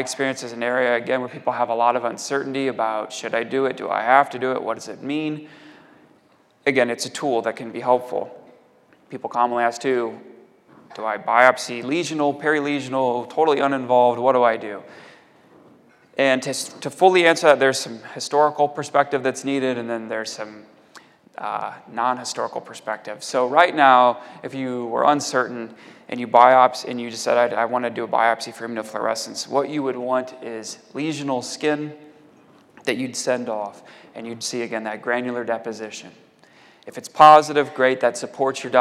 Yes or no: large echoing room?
yes